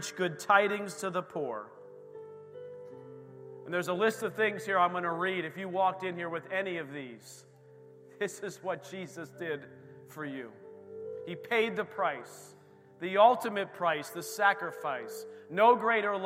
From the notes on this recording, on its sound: This recording is of the whole service.